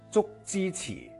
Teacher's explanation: 粤语是没有翘舌音的，你比如说读这个《竹枝词》，就这首诗的名字的时候啊，其实你就会发现它全部都是平舌